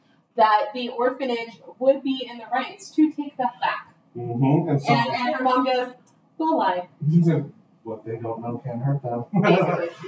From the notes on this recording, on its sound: A technical glitch has caused this episode to sound like it was recorded underwater.